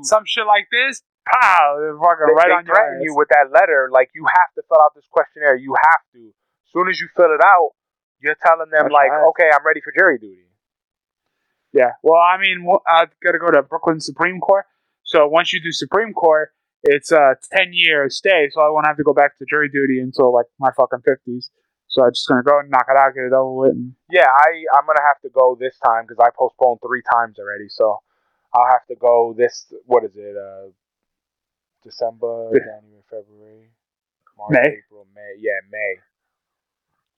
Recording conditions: poor microphone